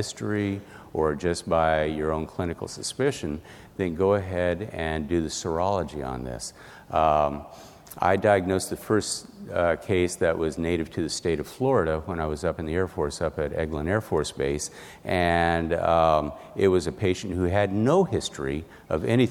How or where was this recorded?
busy venue